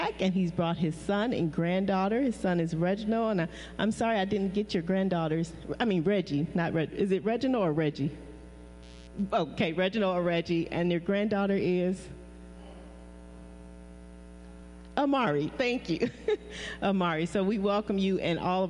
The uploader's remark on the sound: Praise and Worship Service. We lift up the name of Jesus Christ at New Life At Calvary located at 2020 E.